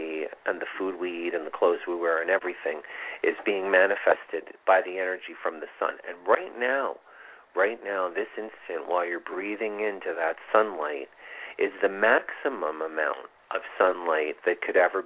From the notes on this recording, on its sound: This is a call in show with live mini astrology readings.